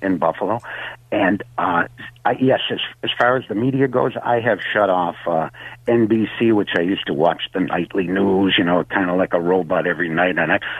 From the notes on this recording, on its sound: opens the phone lines